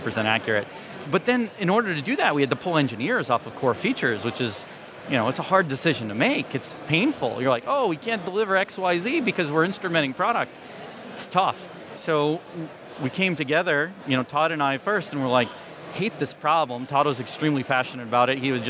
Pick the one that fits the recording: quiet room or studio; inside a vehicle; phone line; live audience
live audience